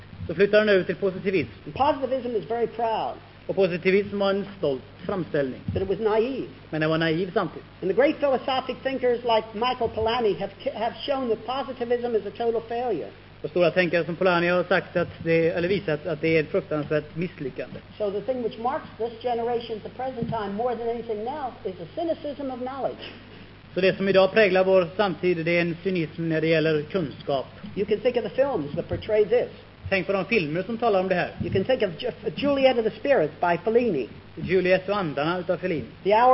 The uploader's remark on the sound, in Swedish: Inspelad i Akademiska föreningen i Lund 1973.